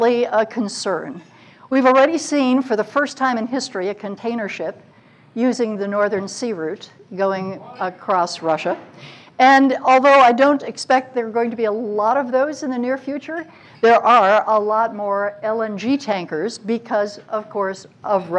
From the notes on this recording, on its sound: At the 49th State Brewing Co. About Addressing Alaskans features local lectures and forums recorded at public events taking place in Southcentral Alaska.